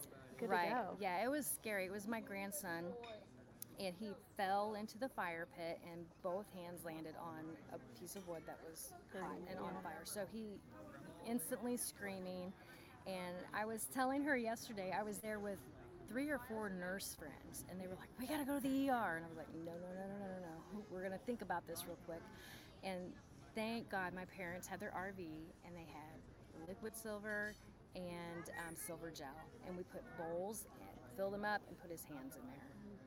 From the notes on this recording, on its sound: on location at Goody Farms in Joplin, MO